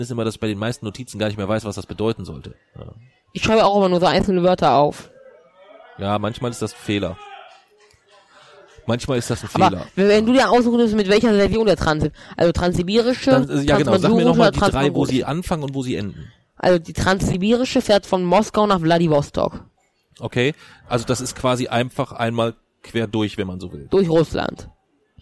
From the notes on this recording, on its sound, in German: Im Hintergrund unserer Aufnahme sitzen 50 Russen und schauen Spanien gegen Russland anlässlich der WM 2018. Eine neue Folge aus dem Urlaub heraus.